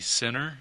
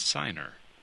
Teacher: The first vowel sound in the first word is a short I. Change it to a long I sound